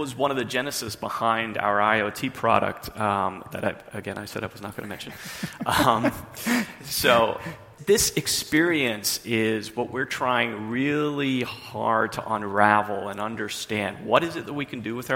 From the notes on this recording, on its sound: In this customer panel at Greyscale, an event hosted by Greylock Partners